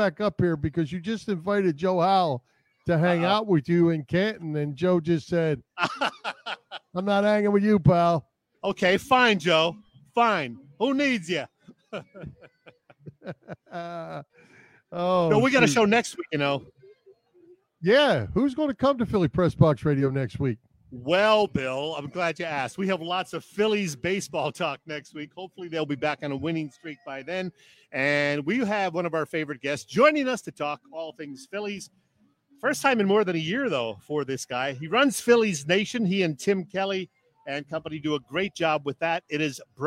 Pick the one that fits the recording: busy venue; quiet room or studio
busy venue